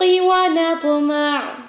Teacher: طوا پر قلقلہ اور ہیوینس دونوں اور عین سافٹ رہے گا اور اس کی آواز بھی کلیئر ہوگی